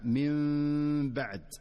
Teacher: أما الحكم الثالث فهو الإقلاب، ويكون إذا جاءت النون الساكنة أو التنوين قبل حرف الباء فتقلب النون في النطق ميما مخفاة مع الغنة. ومن أشهر أمثلته في قوله تعالى من بعد، وهنا ينبغي الحذر من إظهار النون كاملة أو نطق ميم ظاهرة كاملة، بل هو أداء دقيق يتلقى بالسماع والمشافهة.